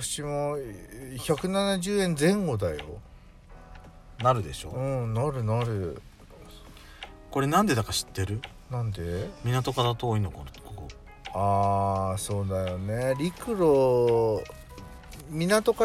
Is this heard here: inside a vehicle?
yes